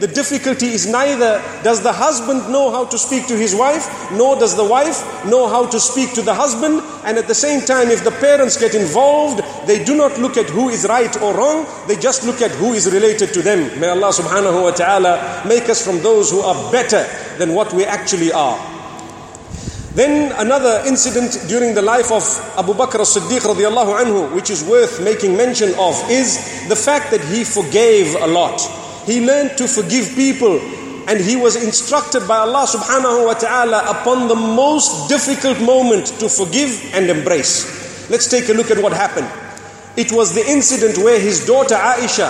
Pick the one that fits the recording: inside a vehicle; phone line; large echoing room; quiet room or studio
large echoing room